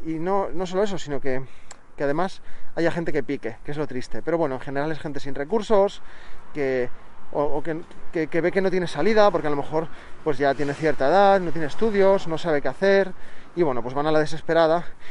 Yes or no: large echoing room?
no